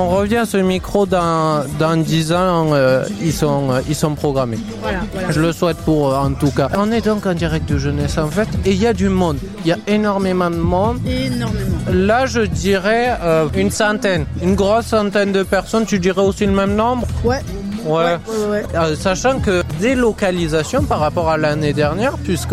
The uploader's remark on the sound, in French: en direct de "Jeunesse en fête"